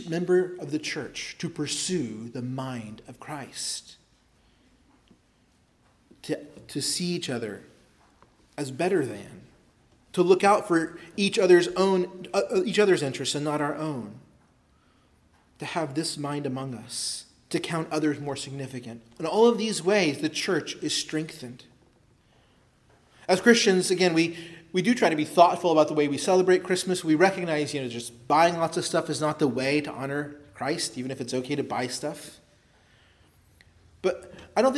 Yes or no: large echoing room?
yes